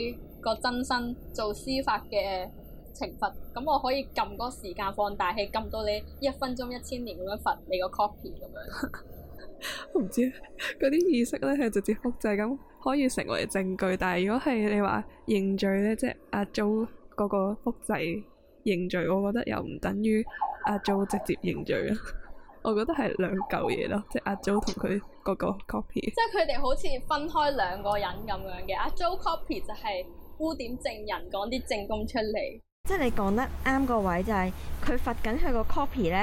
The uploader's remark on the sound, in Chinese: 今集又出現咗技術問題同收音環境有啲嘈，後期處理都冇辦法完全清乾淨。要等我哋有錢買咪先解決到。